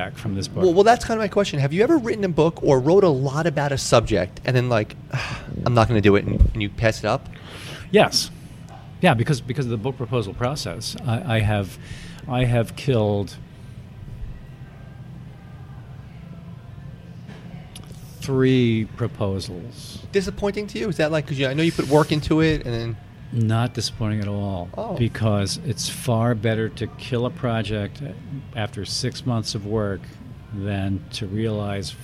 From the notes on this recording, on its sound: recorded at Legends in NYC